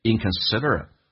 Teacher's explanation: inconsiderate 这个单词 t 可以不用发出来